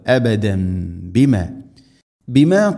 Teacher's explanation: തൻവീന് ശേഷം തൻവീനിനെ മീമാക്കി മണിച്ചുകൊണ്ട് ഉച്ചരിക്കണം. സാക്കിനായ നൂനോ തൻവീനോ ശേഷം ബാ വന്നാൽ അതിനെ മീമാക്കി മാറ്റും. · Term: ഇഖ്ലാബ്